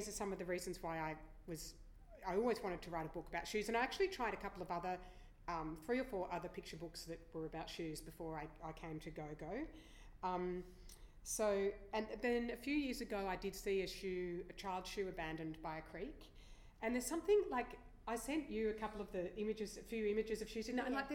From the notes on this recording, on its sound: This podcast is a recording of the first event in the SLAV Reading Forum series held on March 1st. This event included six publishers sharing with the audience their new primary publications coming out across the beginning of 2018.